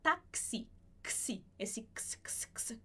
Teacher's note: De uma forma geral, a gente vai pronunciar o X como se fosse um KS, como na palavra táxi, que a gente tem tanto em português quanto em espanhol, a gente fala táxi, xi, esse x, x, x, sabe?